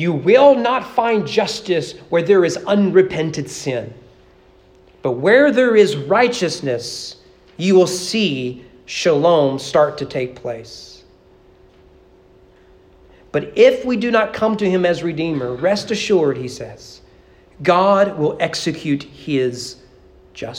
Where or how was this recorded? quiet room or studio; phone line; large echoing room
large echoing room